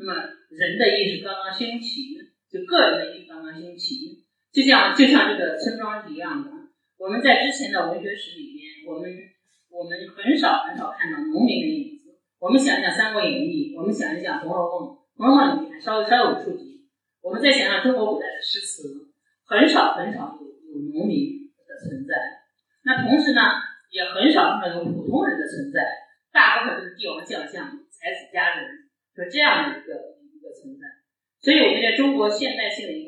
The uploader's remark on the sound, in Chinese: 现场特辑。本次节目属于现场临时录制， 音质较差请谅解。